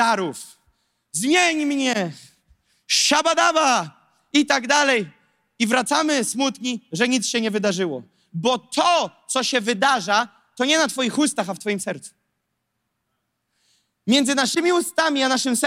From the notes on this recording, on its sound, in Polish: To fragment nauczania, które zostało nagrane podczas nabożeństwa NOF Church.